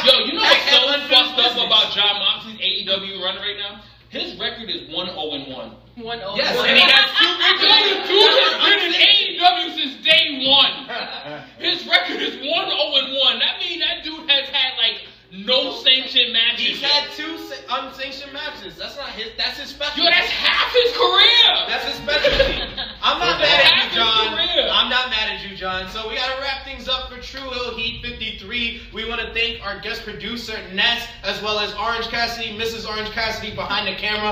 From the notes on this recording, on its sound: Full Gear LIVE at Luv Story Bar.